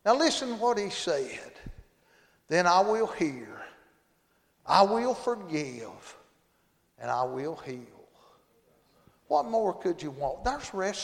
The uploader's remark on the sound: Monday Evening service at Calvary Baptist